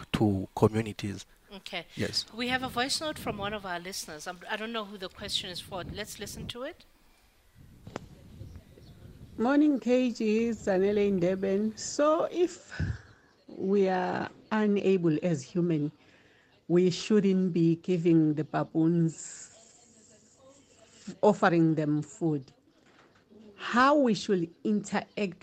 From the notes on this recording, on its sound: We are coming to you live from the Golden Gate Highlands National Park.